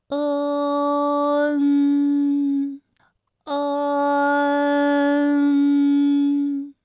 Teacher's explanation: 口型是从开到闭，舌位的移动比较小 · Term: 前鼻音